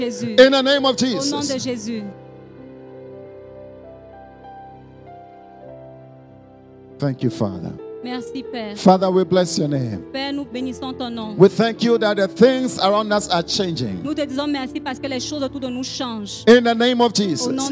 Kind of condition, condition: setting, large echoing room